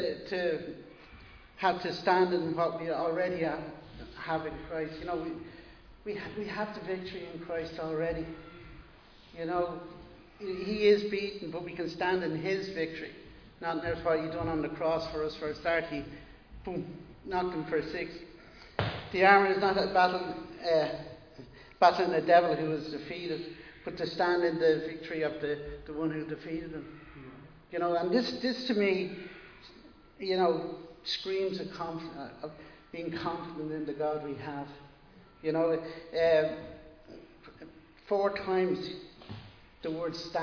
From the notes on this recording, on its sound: Recorded live in Liberty Church on 12 June 2022.